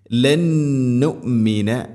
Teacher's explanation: നൂനിനെ അടുത്ത നൂനിലേക്ക് ഇദ്ഗാം ചെയ്ത് അഥവാ കൂട്ടി ലയിപ്പിച്ച് മണിച്ചുകൊണ്ട് ഉച്ചരിക്കണം. ലന്നുമിന, ഗുന്നയുടെ ദൈർഘ്യം രണ്ട് ഹർക്കത്താണ്. · Term: ഇദ്ഗാം ബിഗുന്ന